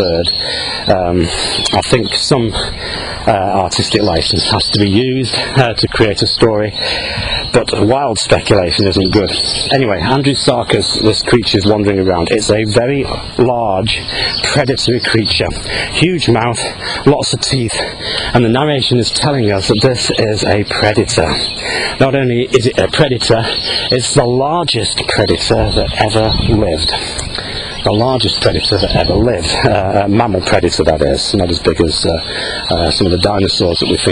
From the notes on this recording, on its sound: while out walking his dog